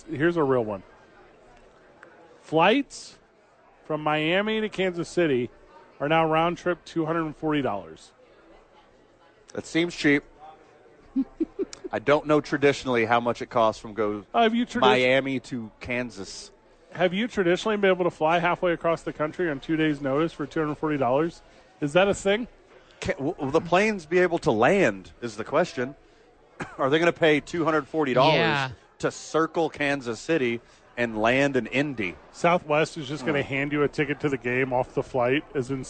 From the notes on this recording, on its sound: live at Sadies